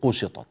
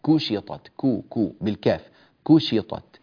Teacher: كشطت ننبه إلى ترقيق الكاف · Shown in: second take · لا نقول قشطت، لا كشطت، كو كو بالكاف كشطت، فانتبهوا حفظكم الله أيها الأكارم.